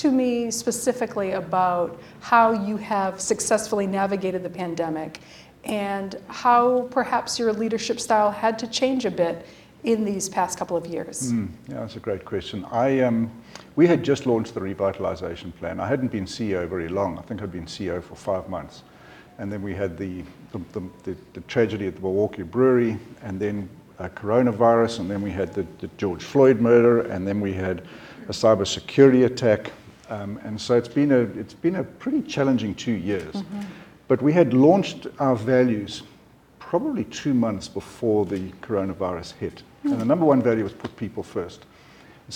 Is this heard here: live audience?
yes